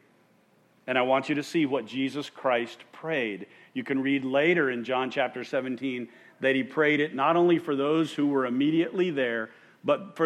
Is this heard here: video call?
no